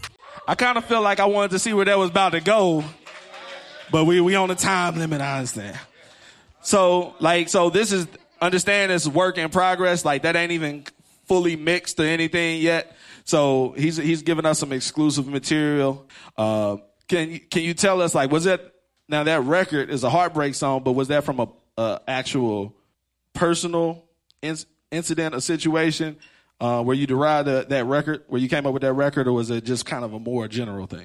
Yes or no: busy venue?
yes